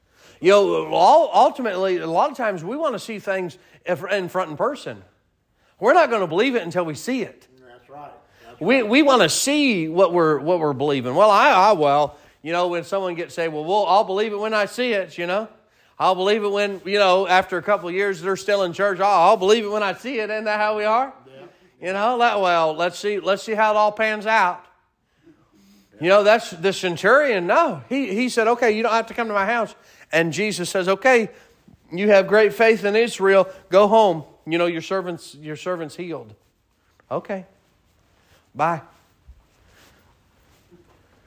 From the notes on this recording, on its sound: Sermon preached at Mid County Baptist Church